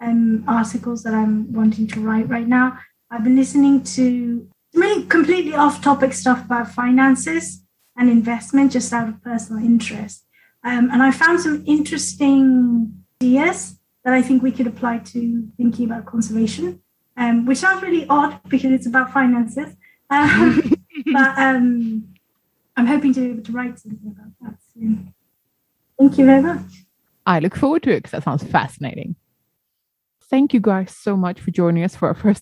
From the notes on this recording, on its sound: We kick off season ten with a Zoom get-together!